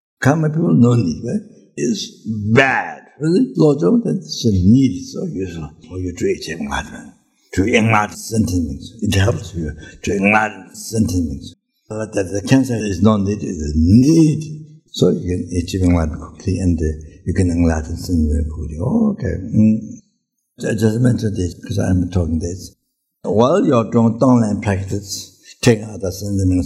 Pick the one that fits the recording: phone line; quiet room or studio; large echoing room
large echoing room